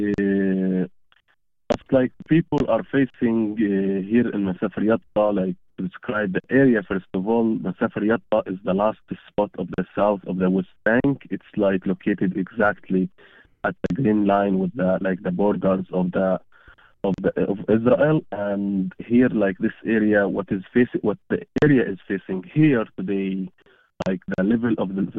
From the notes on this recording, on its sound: Joins us by phone. From the West Bank.